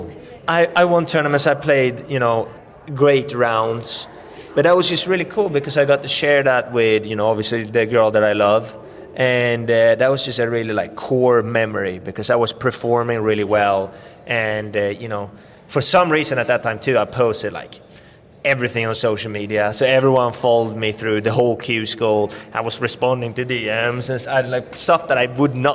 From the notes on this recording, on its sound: live from the PGA Show